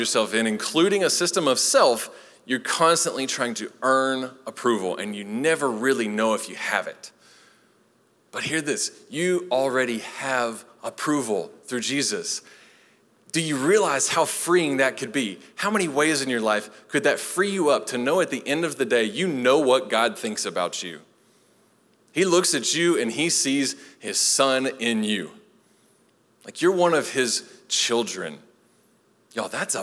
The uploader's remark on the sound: Recorded live at Long Hollow Church